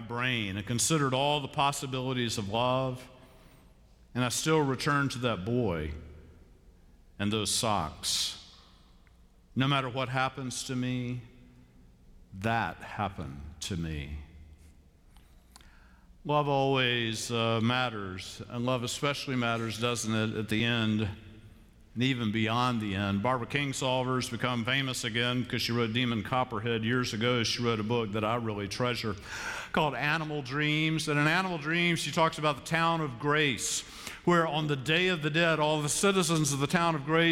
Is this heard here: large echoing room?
yes